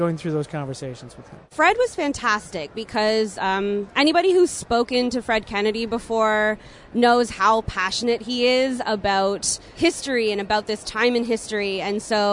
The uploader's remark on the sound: recorded at Toronto Comicon